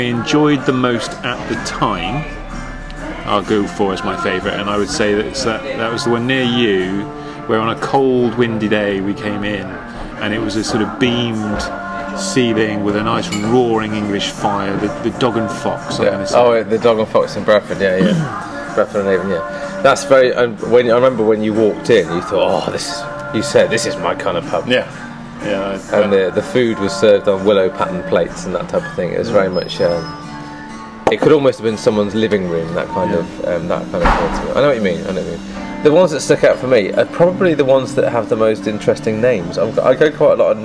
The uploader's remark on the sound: From The Tavern, Cheltenham, UK. Return for a pint at the pub where it all started two years ago.